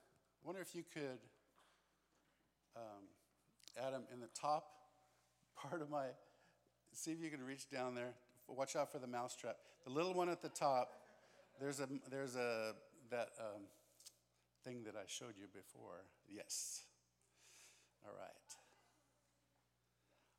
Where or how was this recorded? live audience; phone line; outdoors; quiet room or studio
live audience